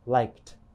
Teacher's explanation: In the word liked, the ed ending sounds more like a t, liked. But in the word loved, the ed ending sounds more like a d, loved.